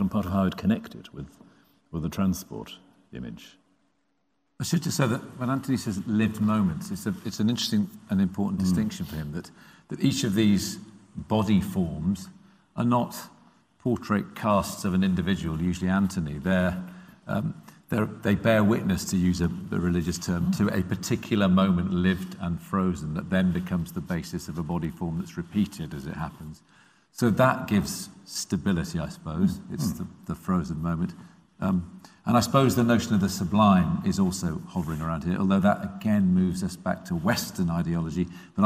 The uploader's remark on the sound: Catch up on this event from the Benjamin West Lecture Theatre.